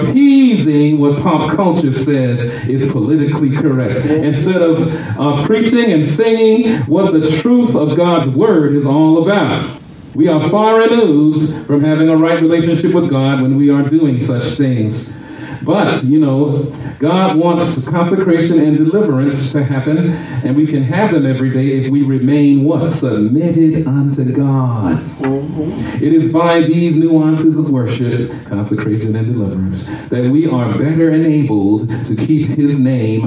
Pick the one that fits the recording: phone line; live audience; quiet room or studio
live audience